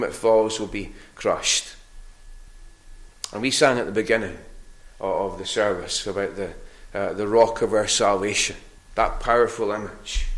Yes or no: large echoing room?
yes